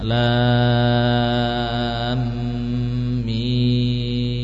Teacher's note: Mim diawali dengan mim. Terjadilah pertemuan mim sukun dengan mim. Itulah yang namanya idgham. Ya, terjadi idgham. Nah, berarti gunnahnya sempurna.